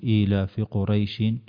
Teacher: حرف اللين فقط حركة واحدة